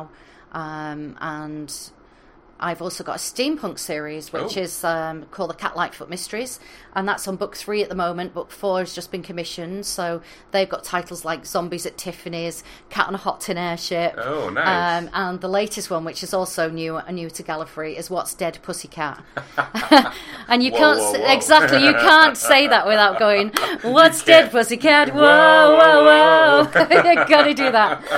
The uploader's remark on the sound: This is a special mini-episode, and the second of the podcasts we recorded at Gallifrey One.